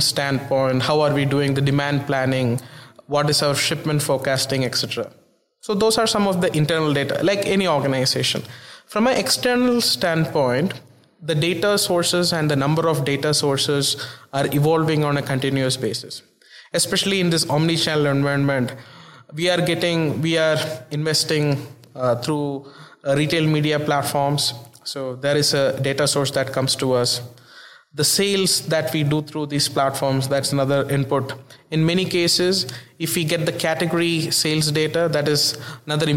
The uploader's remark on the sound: Tech Transformation is once again on the road, this time recording from Groceryshop 2022 in Las Vegas.